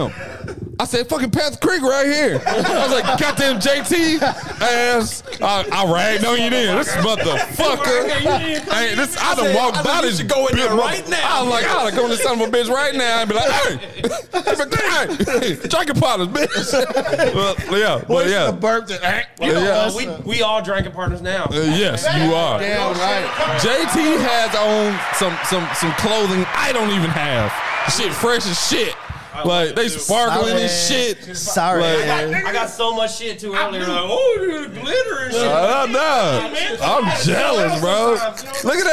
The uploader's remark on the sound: On today's show, we live at Panther Creek Brew's.